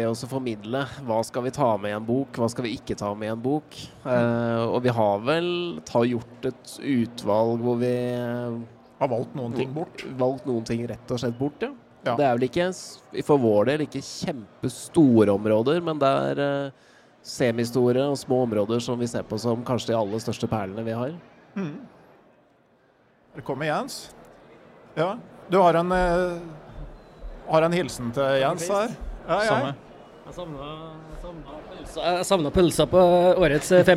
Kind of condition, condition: setting, busy venue